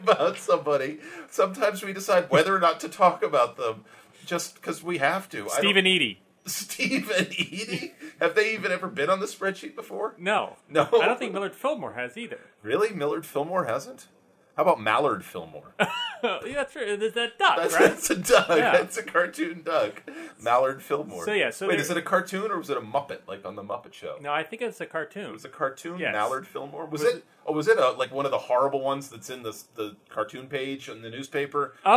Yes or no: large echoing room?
no